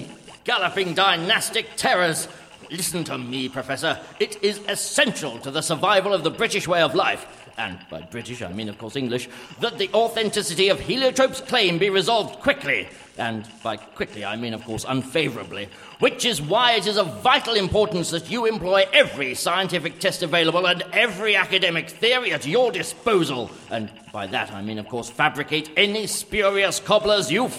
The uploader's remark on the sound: Recorded live at Colchester Arts Centre.